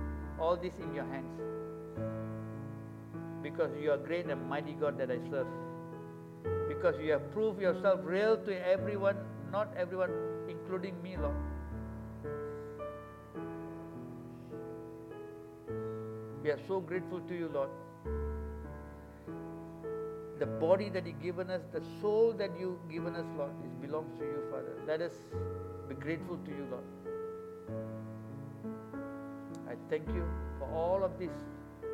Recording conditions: large echoing room